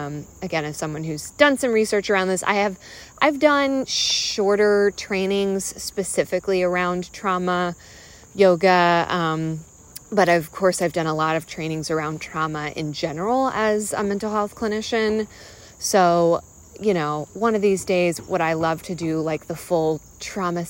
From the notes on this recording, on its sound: I’m talking off the cuff while walking outside.